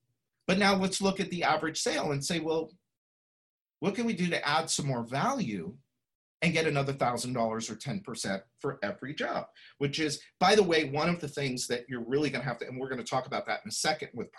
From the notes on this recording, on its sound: Listen to this replay of the LIVE webinar